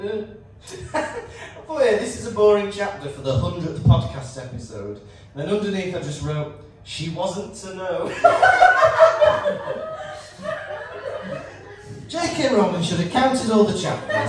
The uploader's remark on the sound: in front of a live studio audience